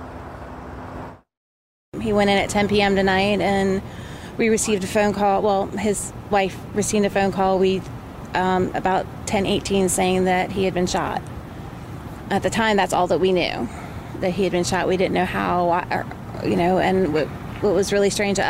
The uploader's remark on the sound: 6 people have been killed in a mass shooting at a Walmart in Chesapeake, Virginia. Reports live from the scene.